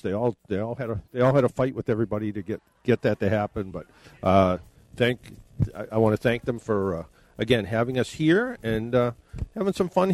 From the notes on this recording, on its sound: In this episode we are broadcasting live from the Canton branch of the City of Boston Credit Union.